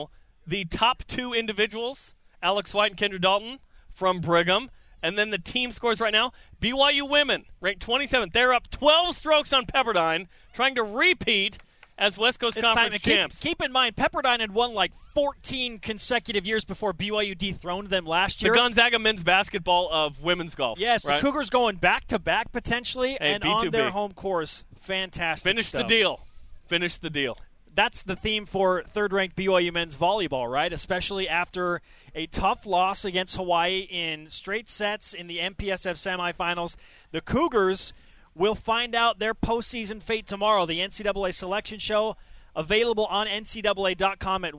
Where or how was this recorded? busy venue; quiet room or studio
busy venue